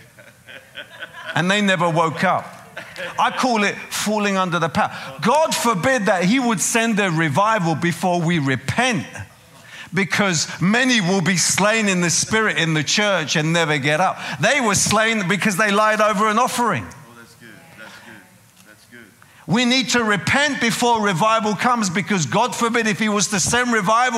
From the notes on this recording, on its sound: preaching at a CCF Ministries in Lowell